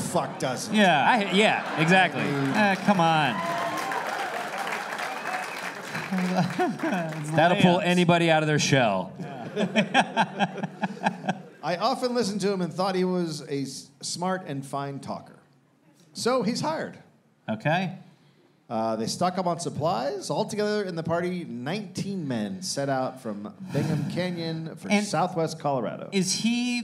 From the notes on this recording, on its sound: Recorded live at Comedy Works South in Denver.